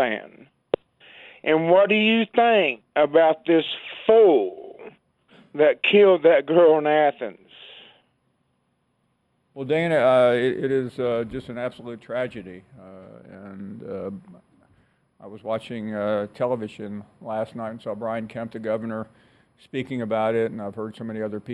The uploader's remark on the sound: more of your phone calls.